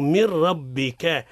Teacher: والراء تفخيم لأنها متحركة بالفتح